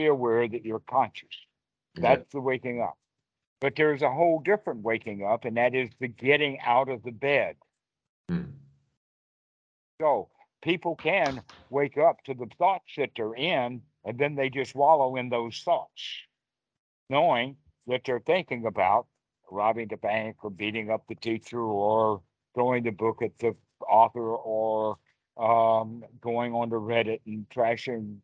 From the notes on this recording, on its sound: Skype calls on this channel.